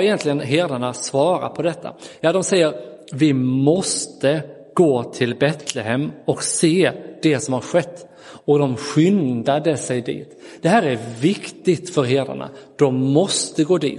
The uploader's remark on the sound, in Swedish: Inspelad i Roseniuskyrkan den 25 december 2022.